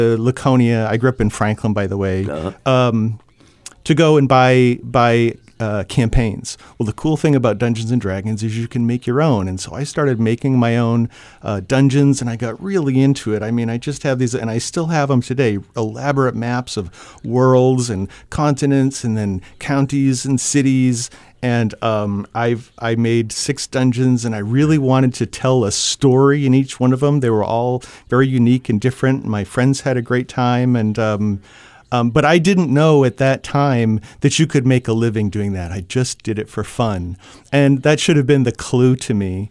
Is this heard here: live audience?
no